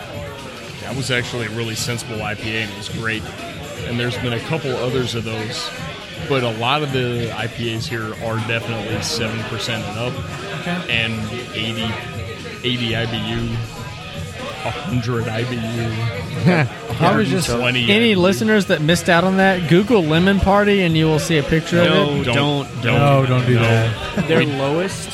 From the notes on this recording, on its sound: We spend some time at Division Brewing in Arlington, TX